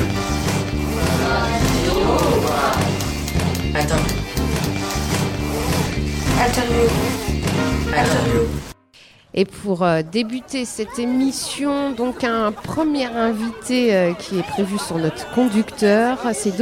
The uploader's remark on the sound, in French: en direct de la maison des associations de Tourcoing